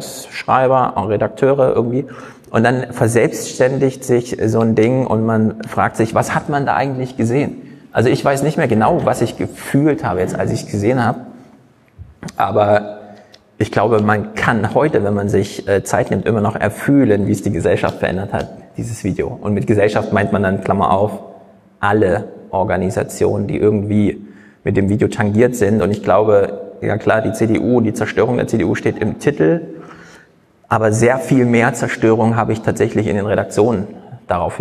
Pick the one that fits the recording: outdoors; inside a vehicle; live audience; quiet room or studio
live audience